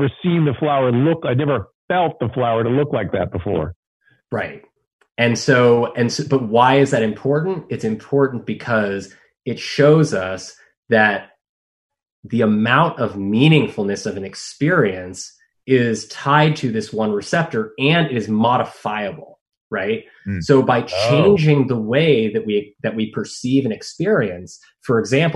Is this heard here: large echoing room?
no